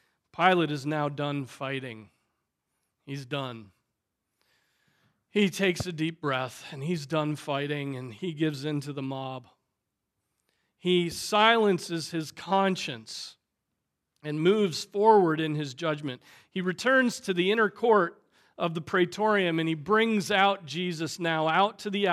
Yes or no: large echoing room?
yes